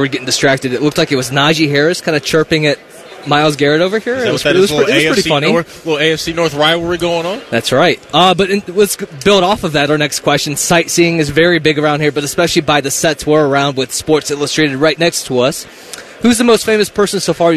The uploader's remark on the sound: live from Radio Row!